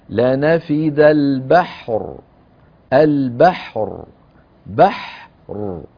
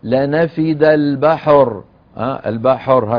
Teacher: الحاء رخوة والراء بين الرخو والشديد، الحاء أطول بقليل من الراء · Shown in: first take · لهكذا لنفد البحر، البحر بحر، فنخرج الحاء لوحدها والراء لوحدها.